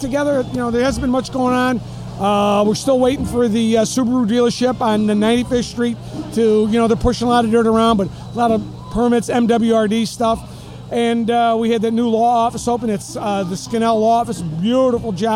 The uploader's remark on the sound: We recorded this "30 Minutes of Good" from Evergreen Park's Picnic In the Park on Thursday in Klein (Circle) Park and at The American Legion Car Show on Saturday. Many folks enjoying summer in the EP!